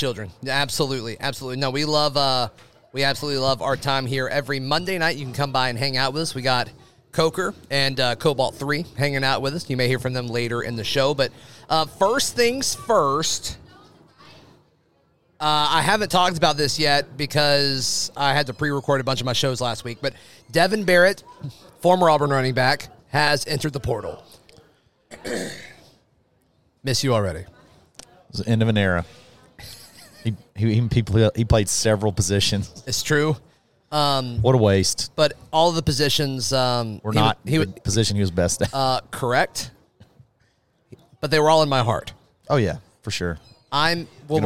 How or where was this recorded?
busy venue